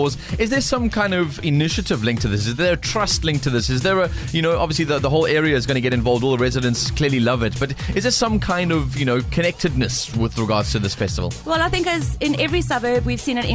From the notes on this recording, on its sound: Harfield Village Carnival. Live from the event.